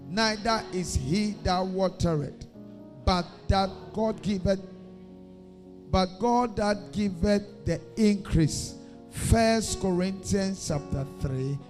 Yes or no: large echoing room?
yes